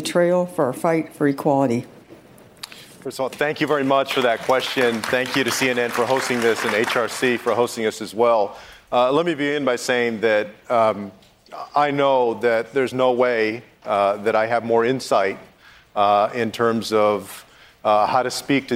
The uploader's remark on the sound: answers questions during a live town hall